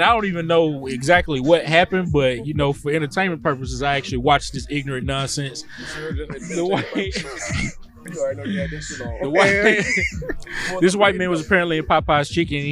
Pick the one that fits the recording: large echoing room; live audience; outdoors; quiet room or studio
outdoors